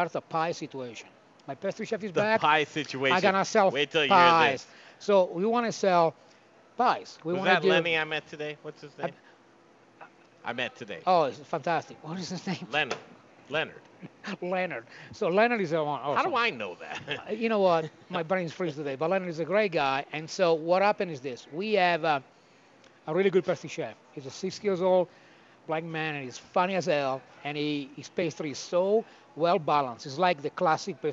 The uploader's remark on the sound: Live from Il Posto Italian Restaurant!